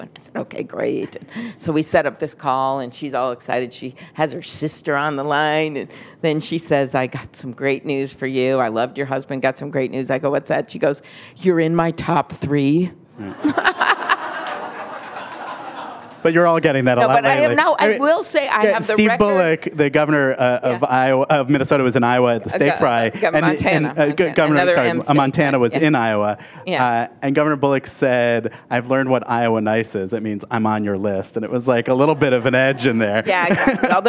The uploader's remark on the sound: The Atlantic hosts its annual festival in our nation’s capital. On stage for a live taping of Radio Atlantic.